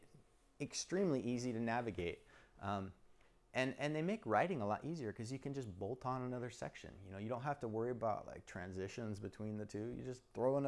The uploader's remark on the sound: Recording of my STC Sacramento presentation